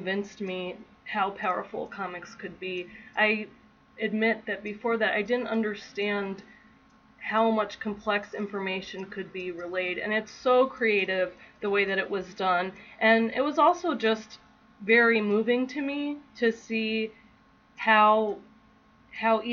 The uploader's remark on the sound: This early episode suffers from lower sound quality, as we were just learning about podcasting.